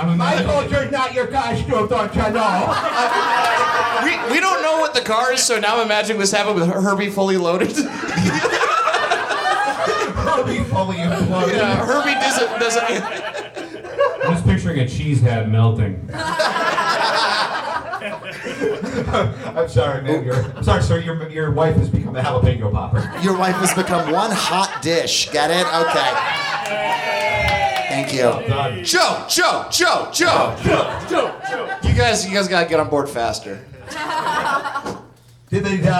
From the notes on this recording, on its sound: Live from Hollywood. Recorded live at Third Wheel Comedy in Hollywood, CA.